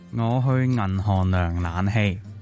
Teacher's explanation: 阿星就犯咗 N 韵尾同 NG 韵尾不分嘅毛病啦 · Term: 懒音